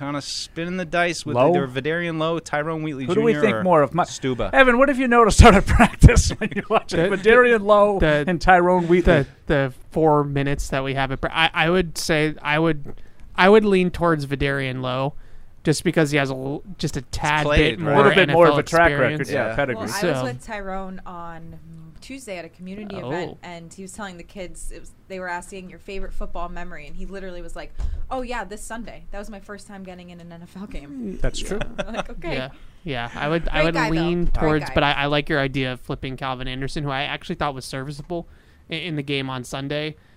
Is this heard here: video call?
no